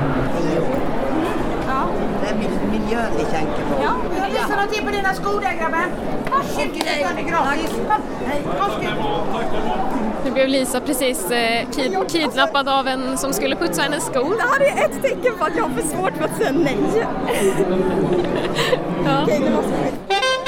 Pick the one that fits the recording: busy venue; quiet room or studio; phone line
busy venue